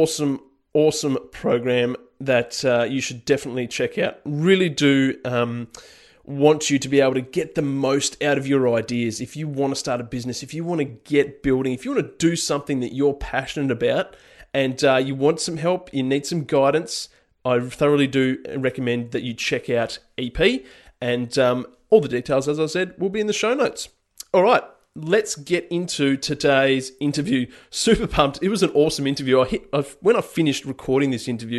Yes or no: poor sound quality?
no